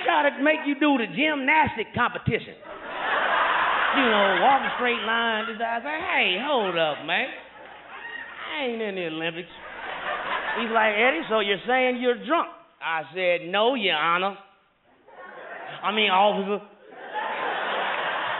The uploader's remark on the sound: As he buzzes around the stage and literally climbs the walls. Stand-up special live from Oakland, California.